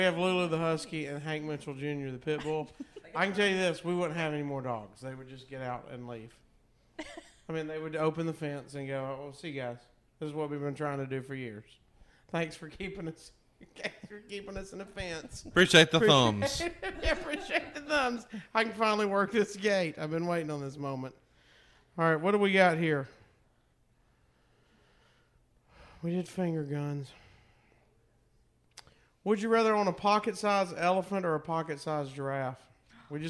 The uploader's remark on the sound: We came, we partied, we recorded a podcast. Live from the basement of The Conradisson.